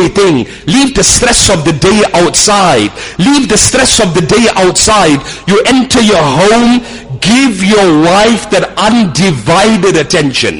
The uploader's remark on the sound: Jumuah lecture at Umhlanga Masjid